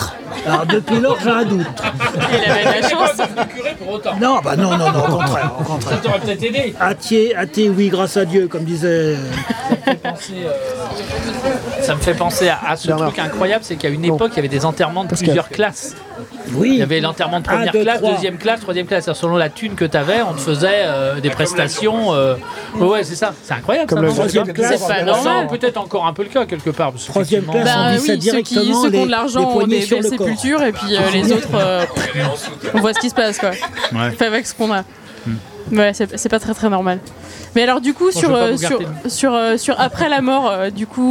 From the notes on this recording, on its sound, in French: Cet épisode enregistré au Pisse Mémé à La Roche Bernard en Bretagne. Dans ce très chouette café atelier associatif.